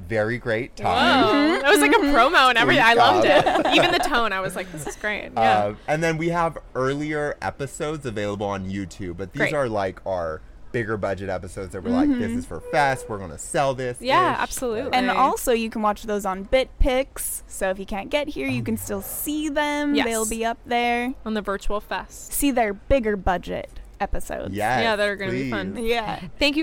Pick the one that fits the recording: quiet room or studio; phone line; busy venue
busy venue